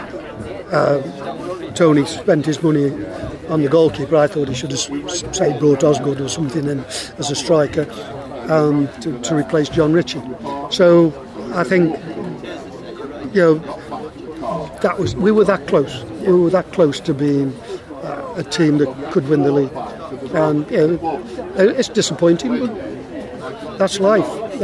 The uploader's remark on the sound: Across two tuesdays in Trentham. A busy cafe is a busy cafe, and a small audio budget is a small audio budget - so sorry if the background gets too distracting at times.